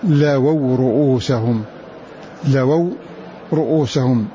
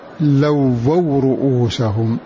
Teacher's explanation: فنافع بالتخفيف، وغيره قرأ بتشديدها